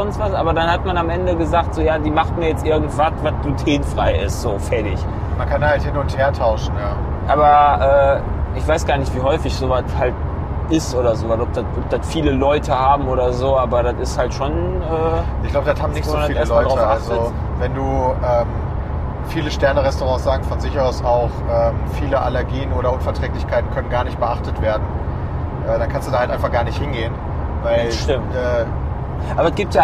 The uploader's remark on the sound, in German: Live von der Autobahn